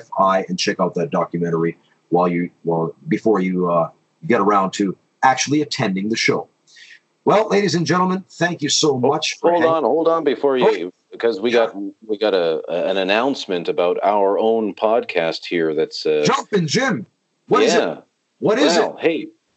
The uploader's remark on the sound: we have a skype call